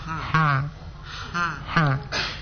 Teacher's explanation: Jadi buka mulutnya ha. Sampai di tenggorokan tengah. · Term: huruf ha